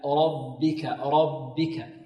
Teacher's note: لابد من ترقيق الباءين، الباء خاصة الأولى، لأنها هي الأقرب للراء